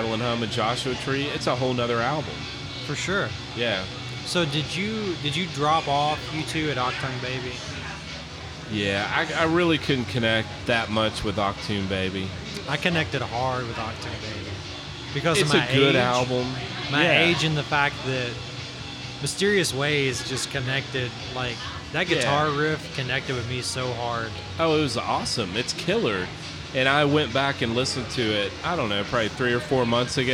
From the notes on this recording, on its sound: Another fantastic live show from White Squirrel Brewery in Bowling Green, KY!